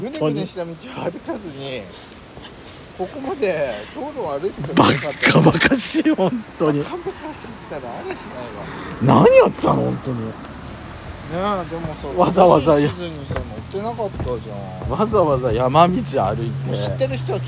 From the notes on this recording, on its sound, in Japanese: 塩原温泉郷でお滝めぐり。鳥のさえずりとせせらぎの音で少しは涼めるかしら？ロケ収録。